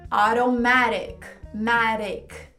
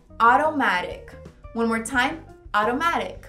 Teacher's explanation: Aqui tem dois T's e os dois T's são flat T's. Tem o mesmo som.